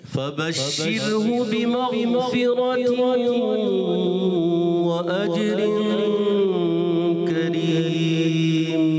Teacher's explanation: مغفرة یعنی غین میں کلکلا نہیں کریں گے